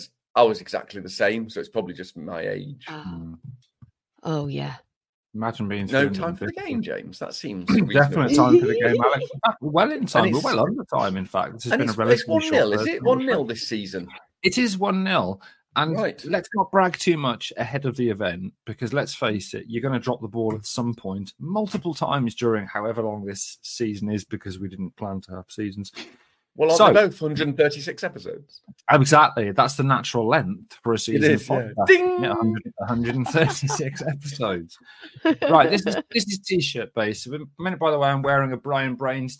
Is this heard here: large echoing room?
no